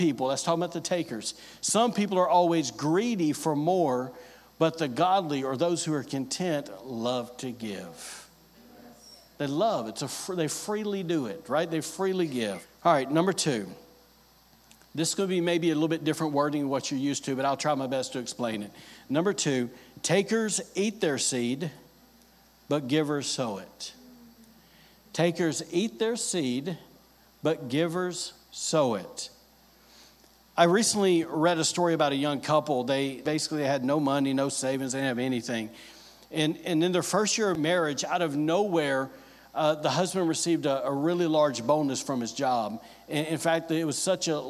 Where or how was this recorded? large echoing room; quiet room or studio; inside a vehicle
large echoing room